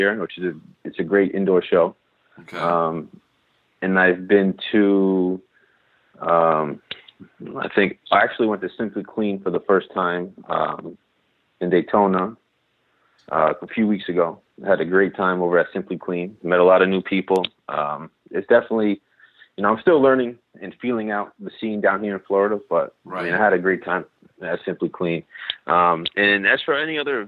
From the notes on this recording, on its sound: on the phone for a conversation